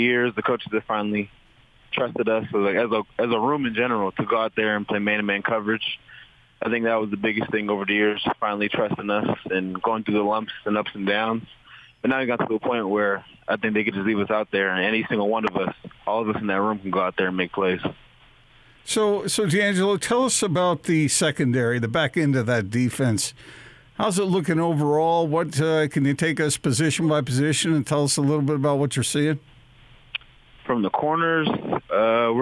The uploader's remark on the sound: Hopped on the phone with 'The Big Show' on Wednesday afternoon following BYU's fall camp practice.